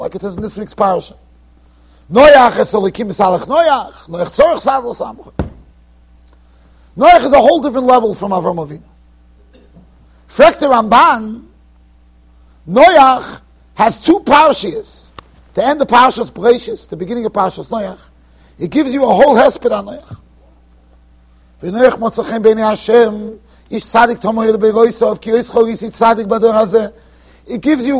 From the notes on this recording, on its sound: Shiur recorded in Yeshivas Ohr Reuven, Monsey NY.